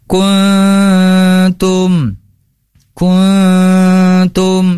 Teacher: Nun sukun atau tanwin hukumnya ini termasuk ya, ikhfa itu harus di ikhfakan nun sukunnya, itu disamarkan.